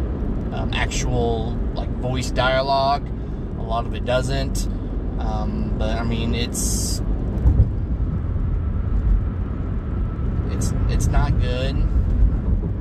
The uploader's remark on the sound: record while driving home